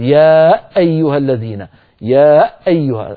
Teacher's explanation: هل رأيتم كيف تعمدت الآن أنا تشديد الهمزة